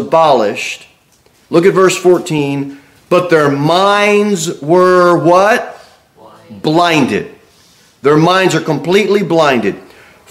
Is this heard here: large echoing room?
yes